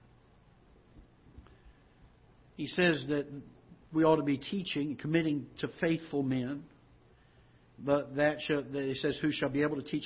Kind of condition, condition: setting, large echoing room